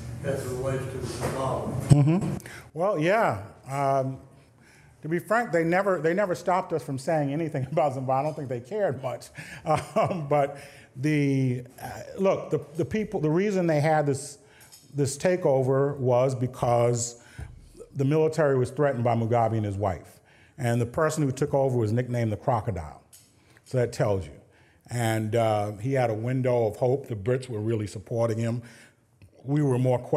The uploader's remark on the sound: At the Council of American Ambassadors' Spring Conference